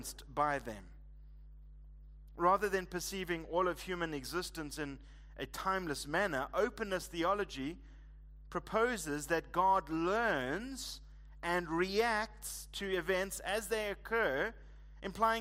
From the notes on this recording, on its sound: Preached at Living Stone Bible Church, on the 25th of February 2024